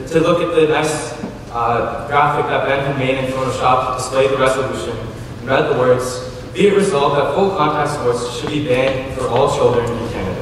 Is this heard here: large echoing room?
yes